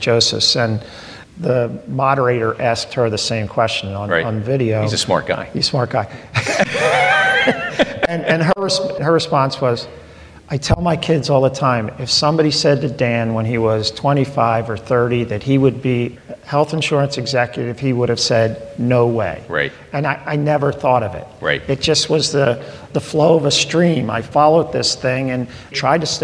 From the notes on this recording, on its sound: We had the pleasure of hosting an intimate conversation. In front of a live studio audience at their state-of-the-art customer experience center, Independence LIVE.